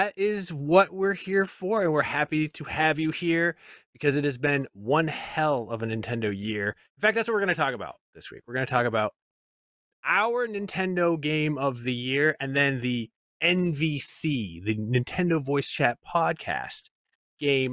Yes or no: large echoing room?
no